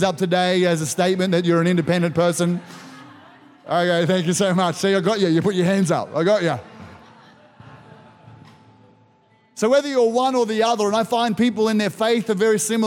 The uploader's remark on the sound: This was recorded in our 9am service